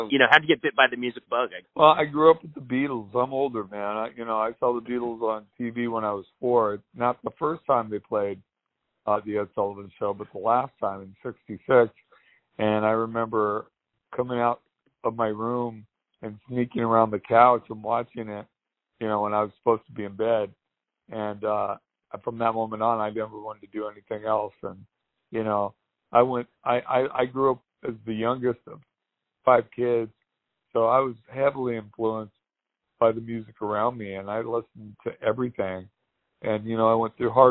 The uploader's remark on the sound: They spoke over the phone